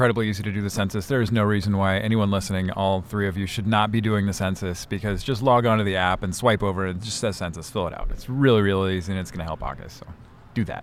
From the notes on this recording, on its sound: Recorded at the 2021 AAHKS Annual Meeting.